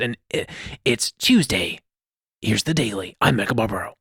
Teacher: has this very whispery kind of voice, and he really talks close to the mic like this.